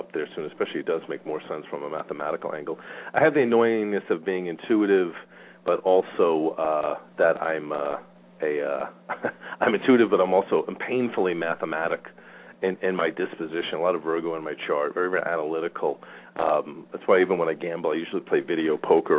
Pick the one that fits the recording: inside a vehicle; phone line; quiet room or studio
phone line